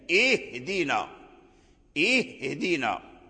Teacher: تظهر الهمزة القطع وتخرج من أقصى الحلق، ثم بعدها الهاء، الهاء لا بد من بيانه